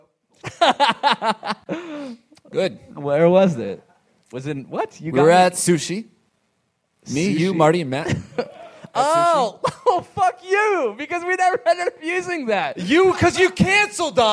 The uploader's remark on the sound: live from L.A. Podfest!